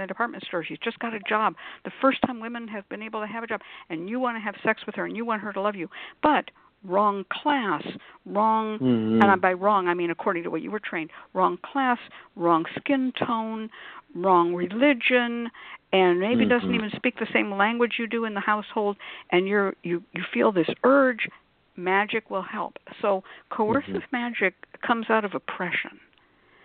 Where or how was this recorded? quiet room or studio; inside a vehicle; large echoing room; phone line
phone line